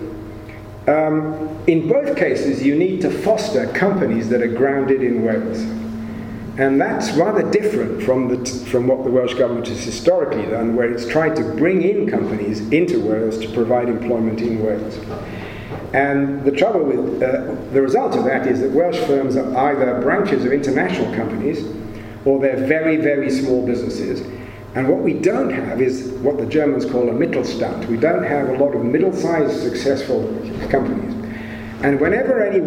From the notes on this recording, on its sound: It was recorded at a Cymmrodorion event in January 2018.